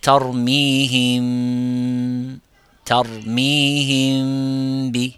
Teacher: Lorsque vous prononcez le ba il n'y a aucun runa. Lorsque vous prononcez le mim, il doit être légèrement caché. · Term: al-ikhfa, shafawi